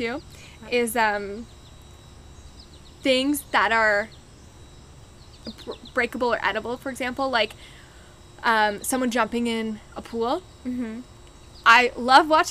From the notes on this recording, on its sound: This one was filmed in the garden mentioned in Episode 3, so there are some nature sounds.